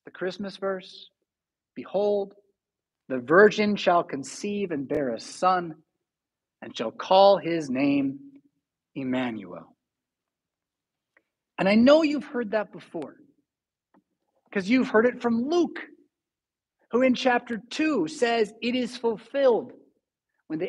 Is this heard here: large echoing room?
yes